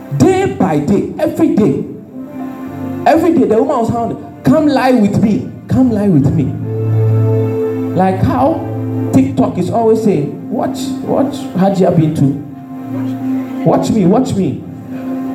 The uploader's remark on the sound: This message was preached at the Miracle Service.